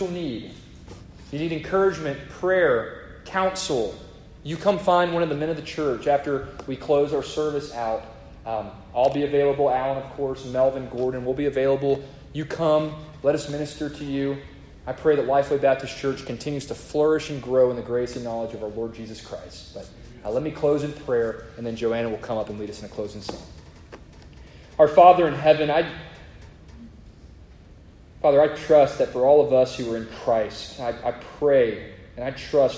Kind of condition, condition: setting, live audience